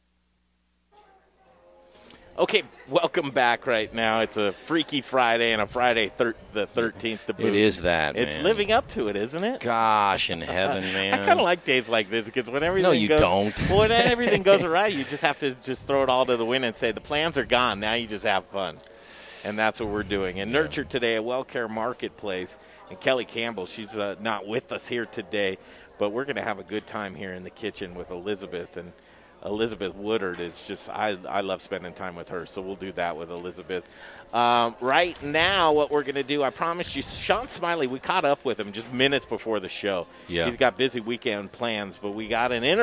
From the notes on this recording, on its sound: Live from Nurture, A Wellcare Marketplace!